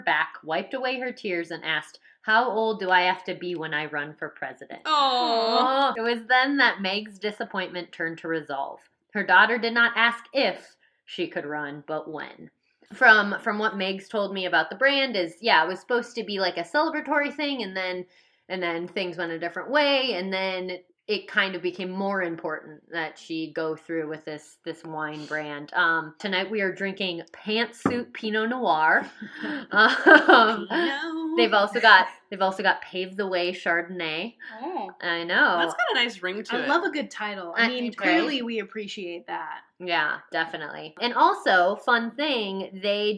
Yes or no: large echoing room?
no